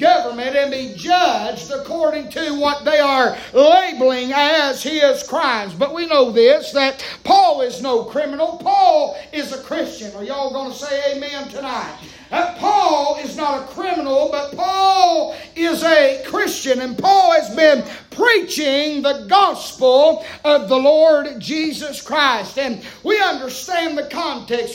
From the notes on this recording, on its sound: preaching live from Still Water Baptist Church